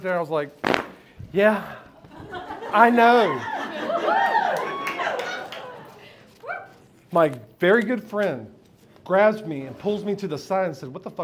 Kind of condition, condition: setting, live audience